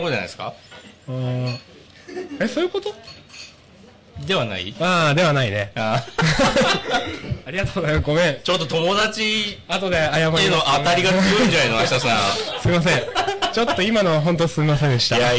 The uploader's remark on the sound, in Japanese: 西日暮里・ 屋上 にて開催された公開収録の本編終了後のフリートークです。